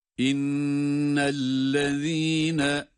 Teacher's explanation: İnnellezîne şeddelin onu tutuyoruz ama lem harfini tutmuyoruz.